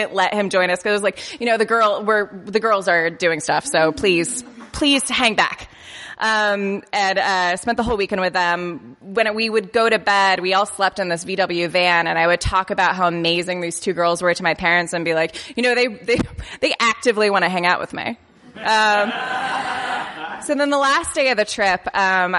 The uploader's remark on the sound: Here's the first ever festival show we did, from the Jangleheart Comedy Circus in 2013. Recorded in a venue lobby ("podcast stage").